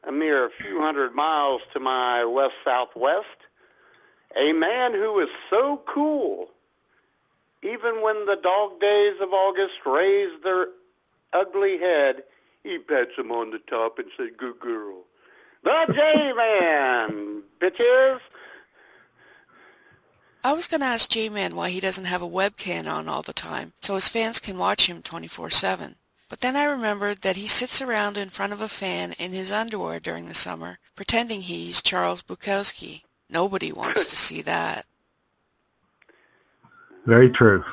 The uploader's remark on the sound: your phone calls